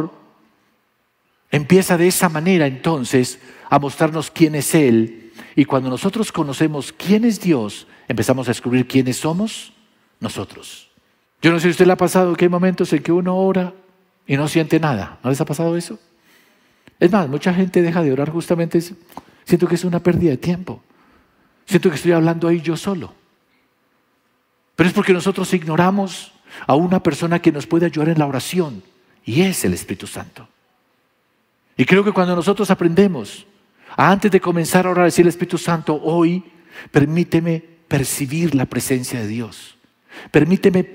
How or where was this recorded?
large echoing room